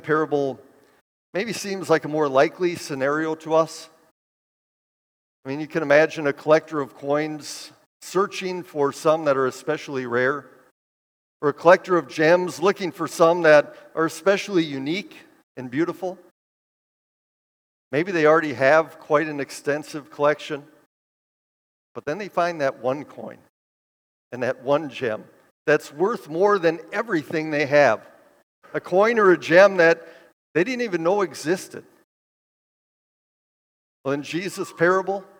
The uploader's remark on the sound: preached this sermon at Bethany's Sunday worship on July 30, 2023